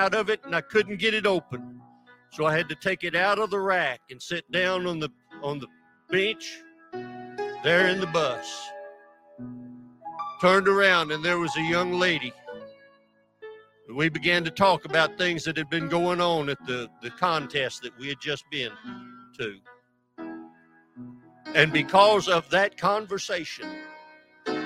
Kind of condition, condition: setting, large echoing room